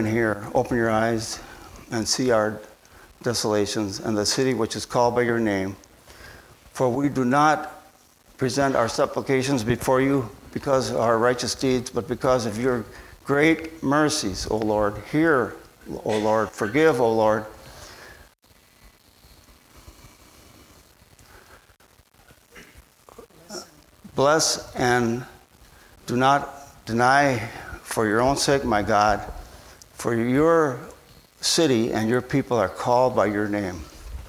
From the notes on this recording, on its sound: at Bible Center Church in Maiden Rock, Wisconsin.